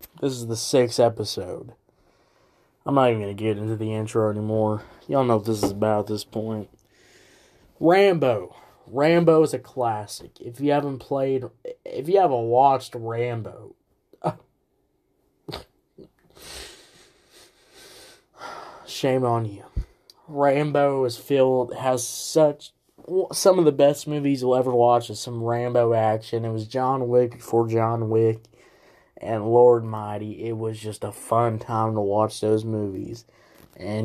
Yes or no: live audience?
no